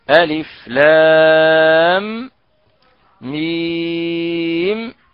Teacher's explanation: إذن هنا يعني في ألف لام ميم سنجد هنا إدغام ميم في ميم، ألف لام ميم، فندغم ميم في ميم فيصير عندنا ميم مشددة · Term: إدغام الميم مع الميم